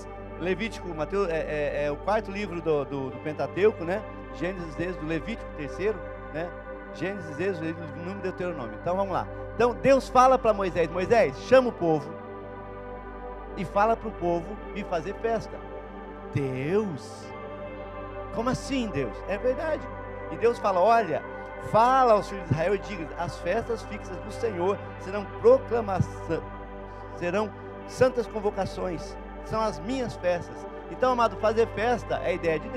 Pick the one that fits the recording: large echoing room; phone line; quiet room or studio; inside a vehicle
large echoing room